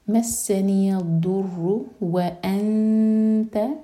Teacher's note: اخفا کریں گے، دو سیکنڈس کا ٹائم دیں گے، نون کے مخرج کو ٹچ نہیں کریں گے، اور تا کے لیے زبان تیار